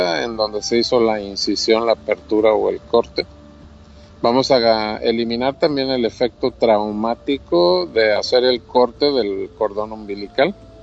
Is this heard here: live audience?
no